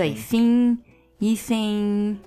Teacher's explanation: Nossa, o N e o M, eles vão pra dentro, assim, vão lá pro nariz.